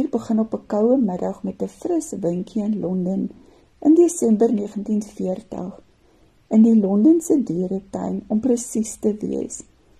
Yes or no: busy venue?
no